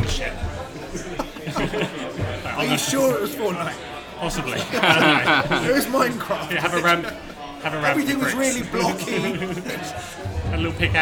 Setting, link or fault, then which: setting, busy venue